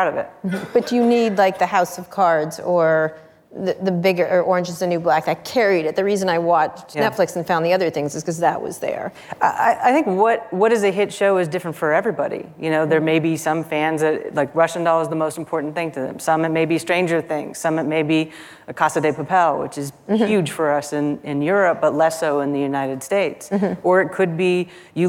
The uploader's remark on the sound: Live at Code 2019